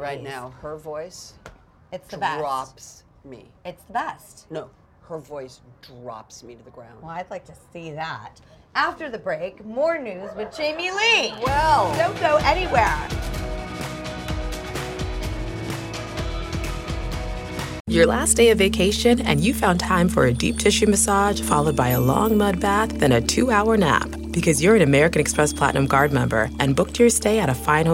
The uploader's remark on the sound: On location at Comic-Con. New York Comic Con.